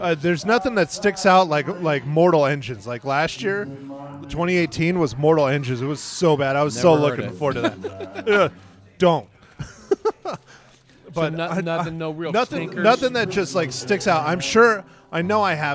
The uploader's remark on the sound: Recorded at Marks Beer Garden in Prescott, AZ. Recorded at Marks Beer Garden in Prescott, AZ.